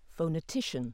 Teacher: illustrates secondary stress on the first syllable and primary stress on the penultimate